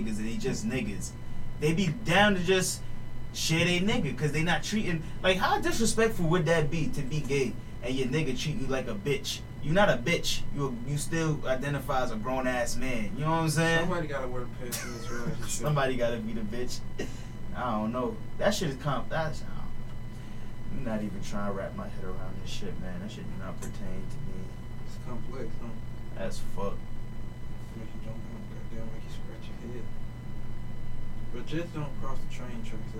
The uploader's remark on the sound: Apologies for the sound quality. We constantly forgetting to turn the speakers off before recording, this is the reason for the feedback.